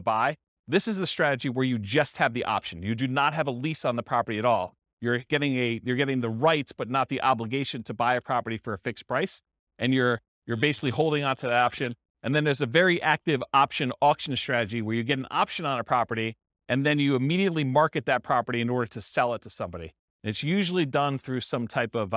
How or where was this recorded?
live audience